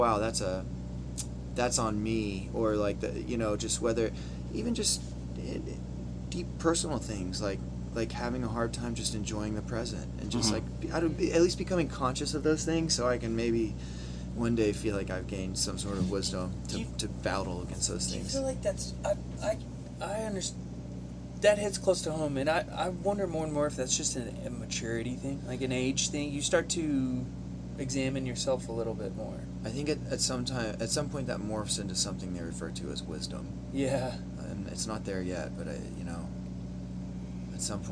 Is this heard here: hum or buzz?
yes